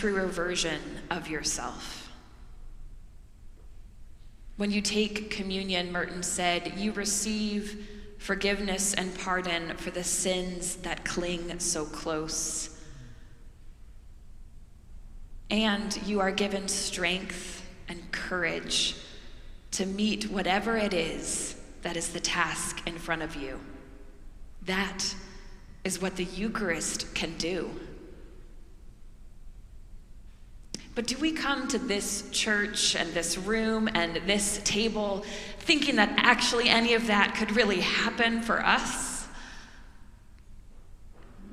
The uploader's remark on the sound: preached during our Maundy Thursday worship service